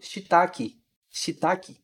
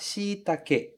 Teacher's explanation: esse e do final ser pronunciado realmente como e. E a gente não transformar em i · Shown in: second take · como algumas vezes a gente acaba fazendo. · Term: e no final